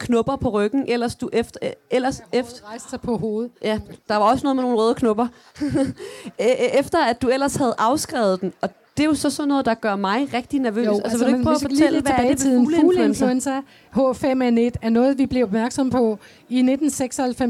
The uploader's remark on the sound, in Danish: Podcasten er optaget foran et publikum på Folkemødet 2023.